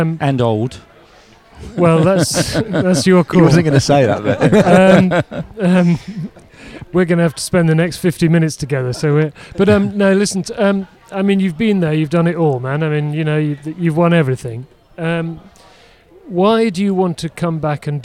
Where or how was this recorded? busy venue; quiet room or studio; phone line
busy venue